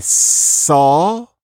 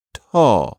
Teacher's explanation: you're fricking on your alveolar ridge · Shown in: first take · You saw, stop the sound, and you taw.